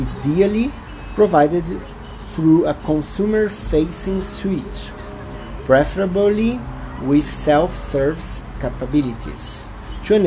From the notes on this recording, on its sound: Please apologize me for noises, mistakes and mispronouciation. Brazilian Portuguese accent.